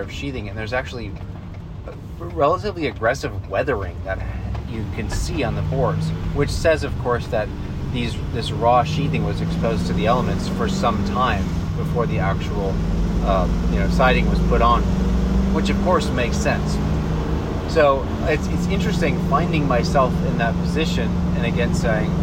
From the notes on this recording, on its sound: This episode was recorded on the road. As a from-the-hip recording, this conversation traverses quite a varied terrain.